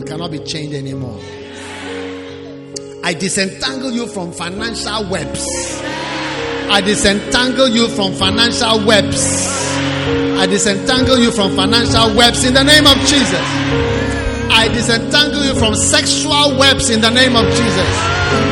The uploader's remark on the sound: Preached at the Prophetic Encounter Service.